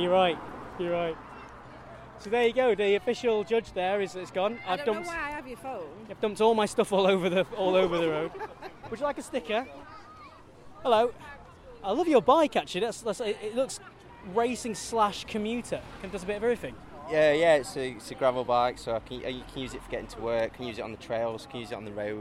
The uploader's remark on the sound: We take you on location around Nottinghamshire as Stage 4 of the Tour of Britain hits Robin Hood country. Catch up with riders before and after the race.